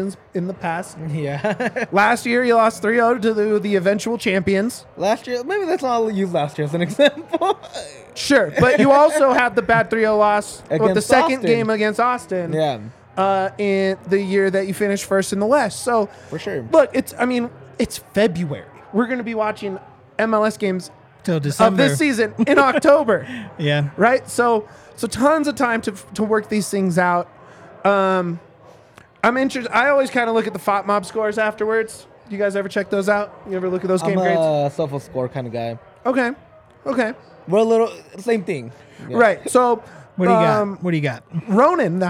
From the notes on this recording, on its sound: LIVE from the DNVR Bar